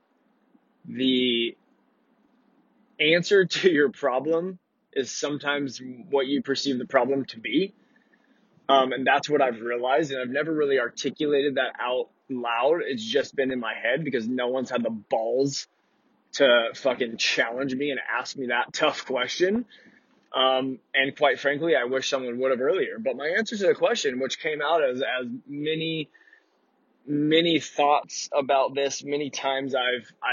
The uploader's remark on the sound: This episode was recorded in my truck while driving between appointments.